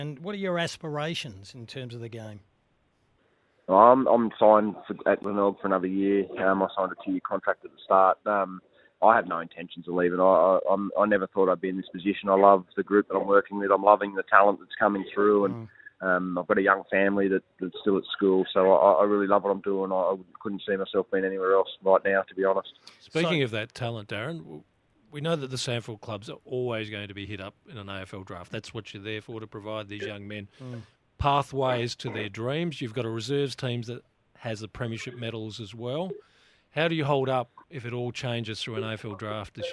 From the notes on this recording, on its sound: jumped on the phone